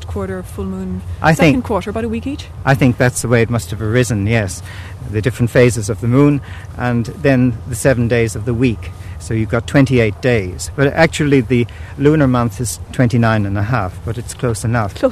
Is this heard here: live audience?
no